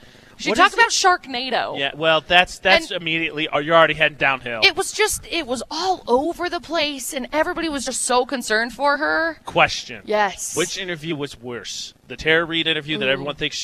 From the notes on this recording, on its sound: Broadcasting live from Malad High School to kick off their Back 2 School Tour!